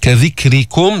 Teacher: كسرنا الراء ورققناها، جبنا الهمس في الكاف